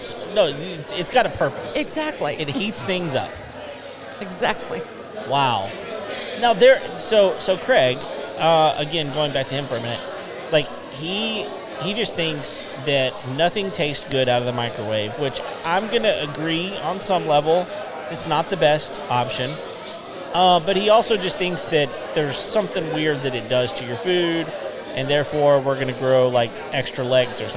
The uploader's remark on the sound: We are live at the Net networking event in Conroe, TX. We are here at Moco Food Hall, and it's an awesome place with a coffee shop, burger place, cajun place, and an asian place - all air conditioned and out of the rain.